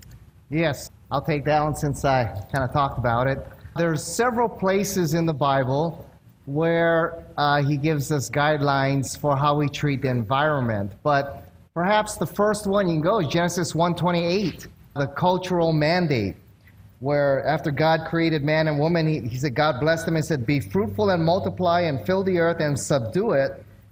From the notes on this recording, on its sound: One of the most enjoyable moments of the Evidence and Answers conference is the question and answer period. Answer some very challenging questions from the audience.